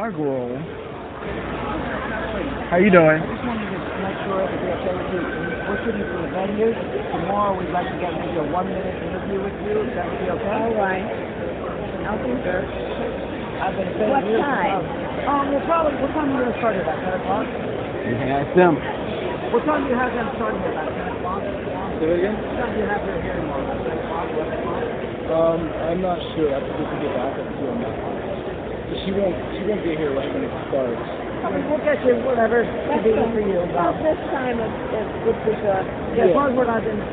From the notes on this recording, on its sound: Recorded April 2015 at The Great Philadelphia Comic-Con.